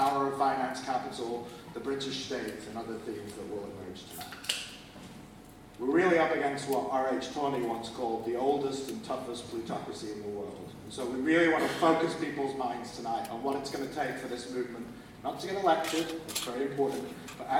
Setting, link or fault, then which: fault, poor sound quality